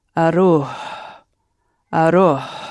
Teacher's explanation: The third root, which is officially W sound, has actually turned into an oo